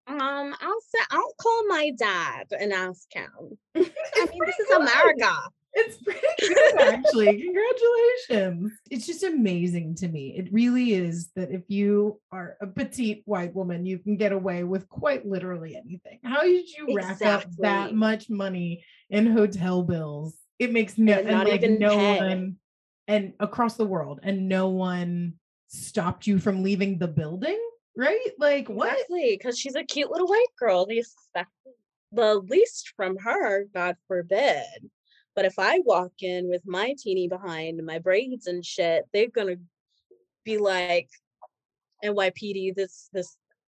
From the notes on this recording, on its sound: in the BMB Zoom Room